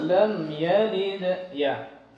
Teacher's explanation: Tapi kalau kita ingin berhenti kita baca lam yalid ya. Seperti ada hamzah di belakang lam yalid ya. Tapi kalau kita sambung maka dia hanya berbunyi seperti d saja. · Term: qalqalah